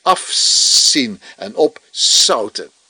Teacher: nemen wij gewoon niet de moeite om onze stembanden nog eens extra in te schakelen om die Z stemhebbend te maken. Wij veranderen die gemakshalve in een S.